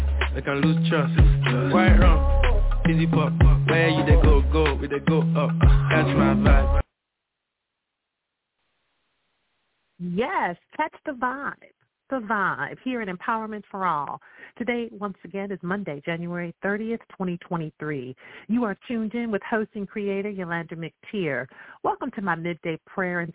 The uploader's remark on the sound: I welcome live callers to dial